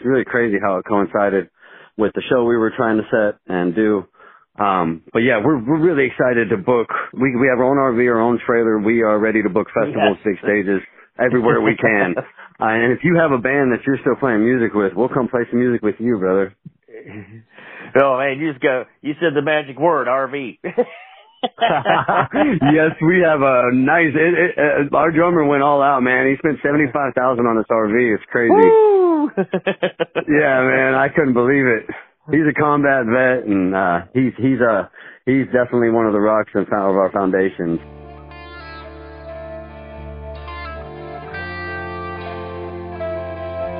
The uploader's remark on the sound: From Southern Illinois, call in to chat.